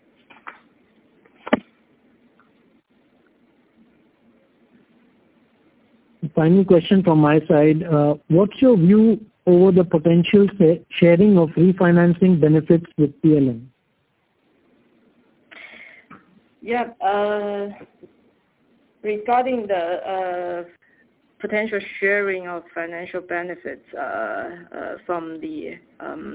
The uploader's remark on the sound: Teleconference Replay. By Fitch Ratings.